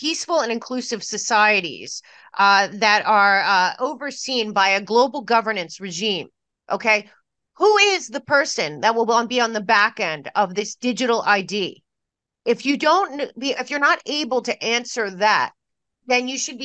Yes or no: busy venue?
no